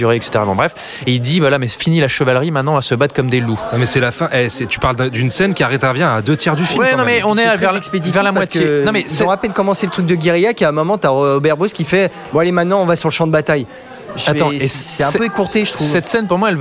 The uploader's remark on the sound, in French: Enregistré au Hurling pub (8 Rue Descartes, 75005 Paris), le samedi 10 novembre 2018.